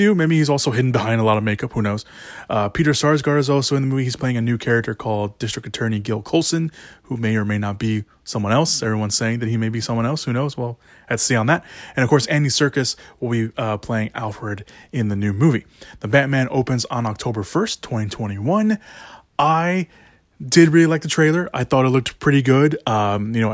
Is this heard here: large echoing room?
no